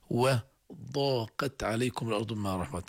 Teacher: الواو مرققة، الضاد والألف والقاف مفخمات، التاء مرققة · Term: التفخيم والترقيق